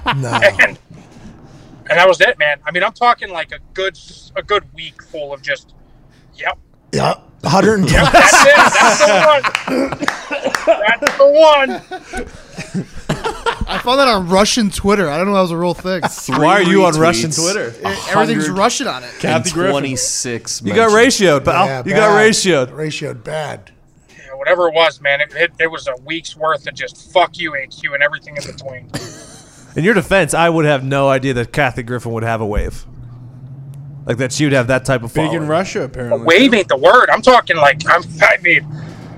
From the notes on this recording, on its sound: live from his vehicle